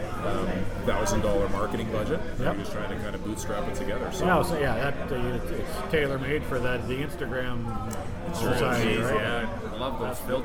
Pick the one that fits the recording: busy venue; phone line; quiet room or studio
busy venue